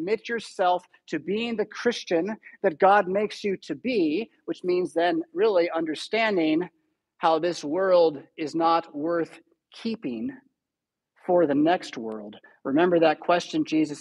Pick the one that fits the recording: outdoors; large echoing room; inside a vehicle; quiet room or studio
large echoing room